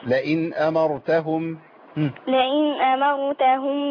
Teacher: يعني بظهر النون وما بغنهاش غنة طويلة · Term: مظهرة